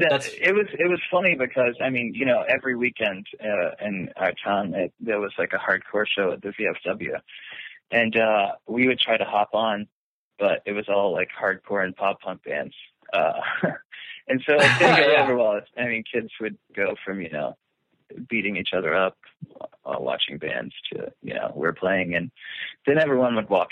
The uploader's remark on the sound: over the phone